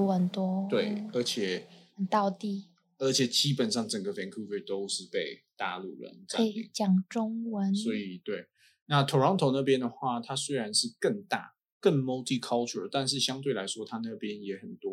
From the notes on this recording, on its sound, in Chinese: 所以音質有點差